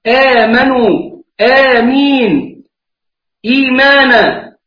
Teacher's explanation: لكن مد البدل عندنا حركتان فقط